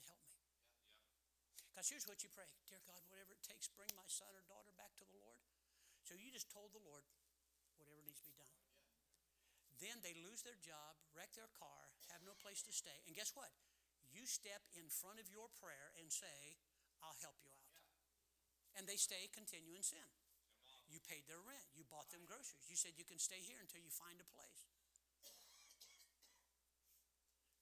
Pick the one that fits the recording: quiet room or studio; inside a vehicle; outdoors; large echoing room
large echoing room